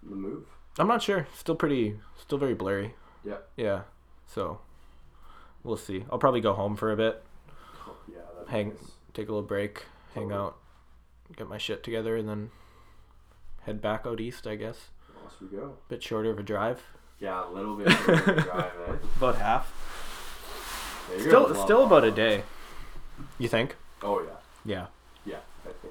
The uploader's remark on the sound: we only had a single mic recoring the whole time